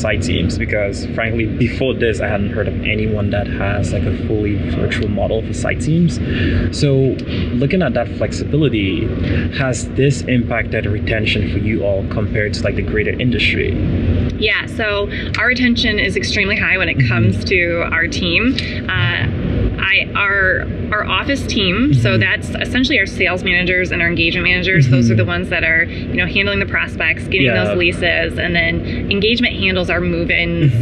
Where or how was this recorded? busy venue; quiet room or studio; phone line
busy venue